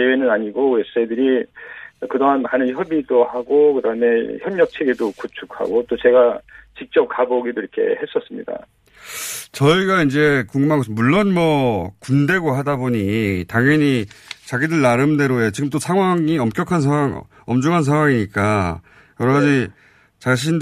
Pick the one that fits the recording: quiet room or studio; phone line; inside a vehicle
phone line